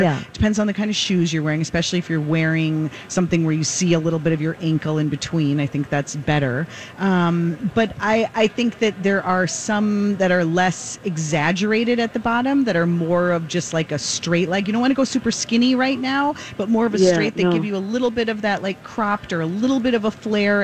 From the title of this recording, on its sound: Live from The MPLS Home & Garden Show